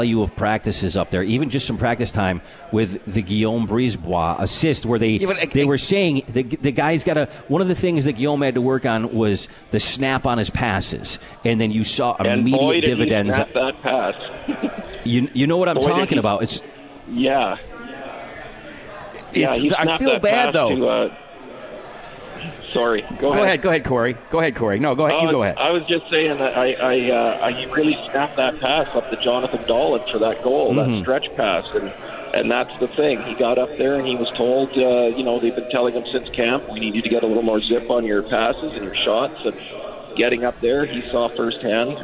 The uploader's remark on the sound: live from the 72 Tavern